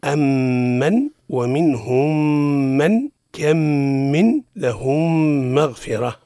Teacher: تدغم الميم الساكنة في مثلها، أي في الميم · Term: الإدغام